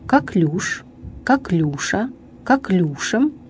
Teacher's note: Ударение падает на последний слог, то есть на гласный «ю». При изменении слова ударение не смещается.